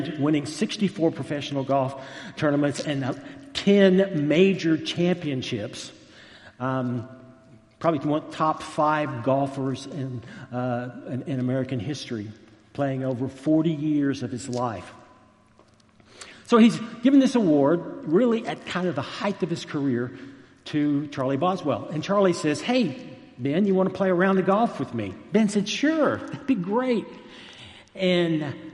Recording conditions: large echoing room